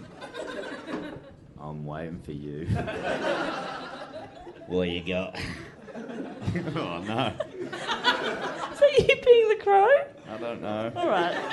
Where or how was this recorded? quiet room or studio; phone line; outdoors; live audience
live audience